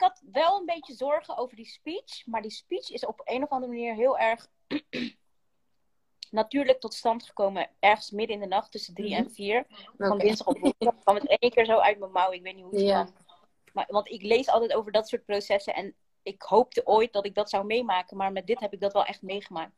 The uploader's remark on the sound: Instagram Live